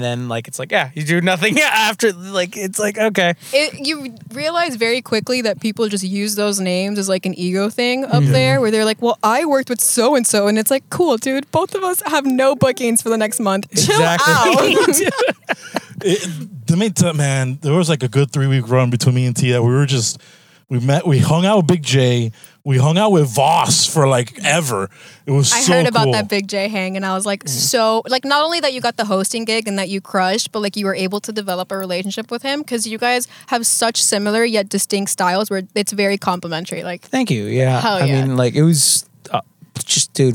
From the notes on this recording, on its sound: We are in the car. Recorded at Thank You Miami.